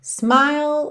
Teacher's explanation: Smile, você para o som na letra L